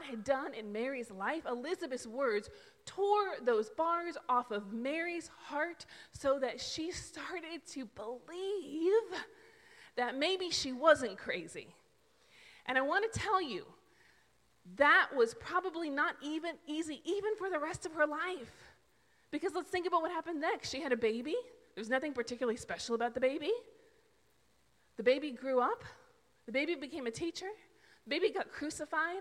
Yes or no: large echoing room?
yes